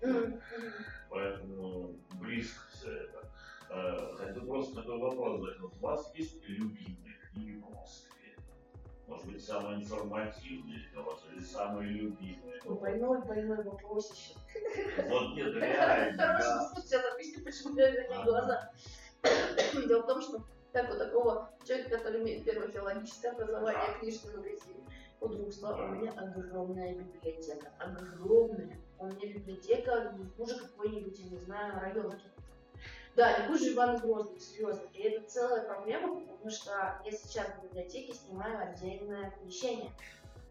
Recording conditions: poor sound quality